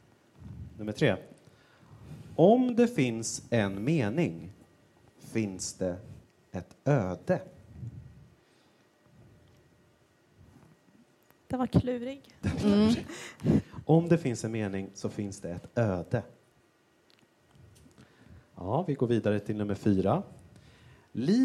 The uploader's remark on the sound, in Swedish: Meningen med livet (live-special). Hade vi en live-show! Vi tackar alla som kom och medverkade i vår filosofiska diskussion.